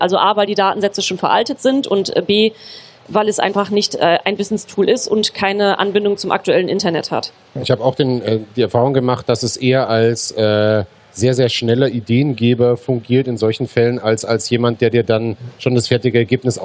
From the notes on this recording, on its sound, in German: Der Live-Talk war Teil des Liveprogramms von GameStar Talk auf der diesjährigen CAGGTUS Messe in Leipzig. Live-Special von der CAGGTUS in Leipzig. Der Live-Talk war Teil des Liveprogramms von GameStar Talk auf der diesjährigen CAGGTUS Messe in Leipzig.